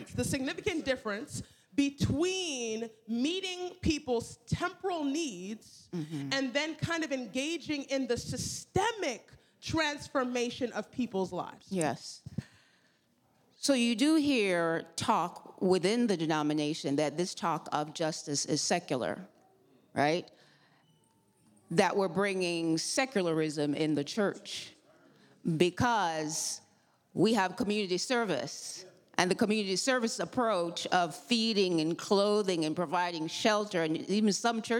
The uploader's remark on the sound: a presentation by a panel of experts at the 2022 NAD Ministerial CALLED Convention